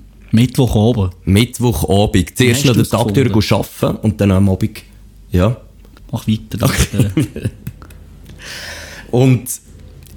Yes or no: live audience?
no